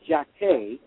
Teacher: But the name Jacquet, that's how you say it in French. You don't pronounce the T. Like many French words, you don't pronounce the final consonant.